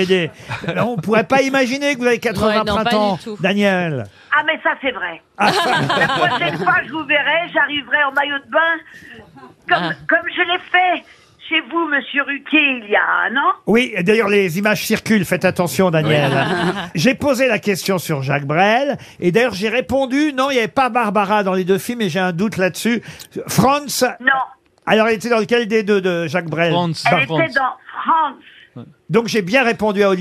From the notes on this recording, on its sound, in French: Au téléphone pour son anniversaire.